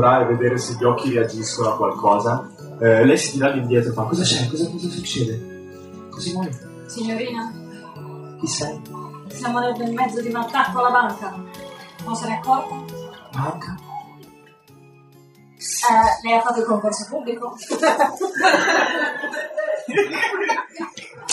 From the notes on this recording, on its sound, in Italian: Live Parte Due. In live dal Play di Modena, la qualità non è il massimo ma il divertimento è assicurato.